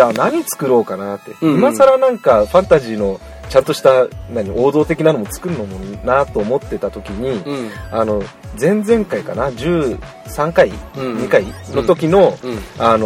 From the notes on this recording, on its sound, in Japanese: 今回は駐車場での収録だったのですが、リアルに二人でまさかの職質に遭遇。